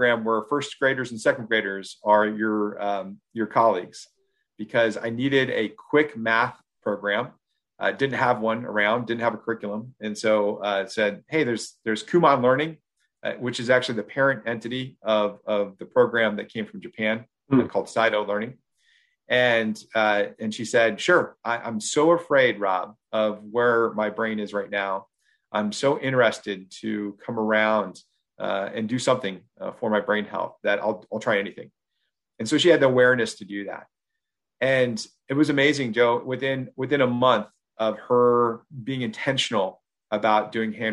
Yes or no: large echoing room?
no